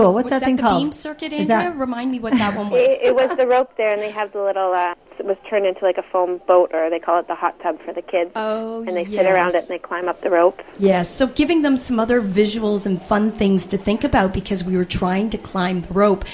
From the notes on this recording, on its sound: Gymnastic Centre Live Broadcast. Live Broadcast at Schlegel's Gymnastic Centre. As the kids are working out.